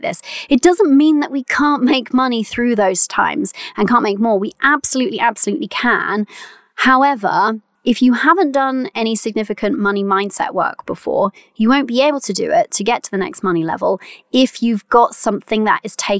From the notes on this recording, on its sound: Very first episode recorded from my van.